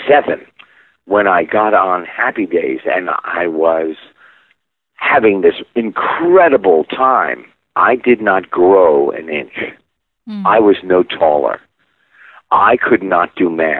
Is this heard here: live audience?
no